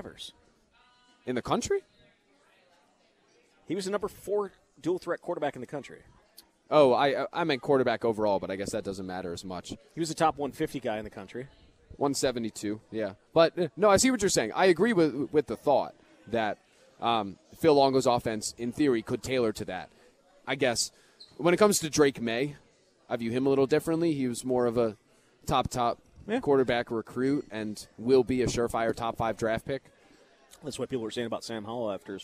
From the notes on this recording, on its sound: live at Monk's in Sun Prairie